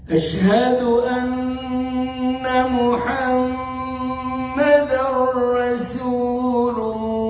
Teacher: ورسول تقولها بالسين ما تقولهاش بالصاد